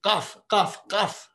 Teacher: which is the unvoiced uvular kaf